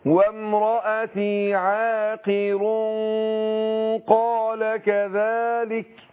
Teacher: أقول هنا يبقى تنوين وبعده قاف يبقى إخفاء. هخفي نون التنوين عند القاف